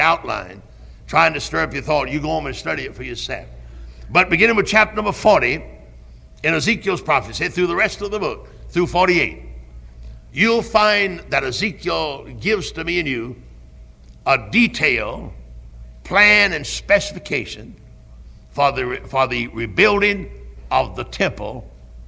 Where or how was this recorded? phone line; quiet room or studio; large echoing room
large echoing room